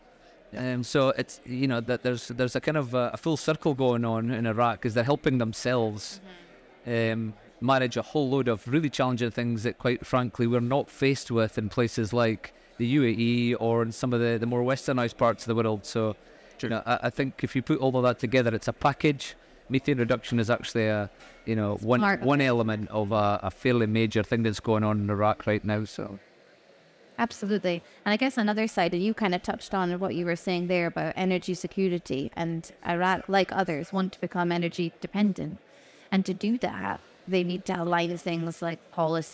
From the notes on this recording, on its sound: Recorded live at ADIPEC 2023.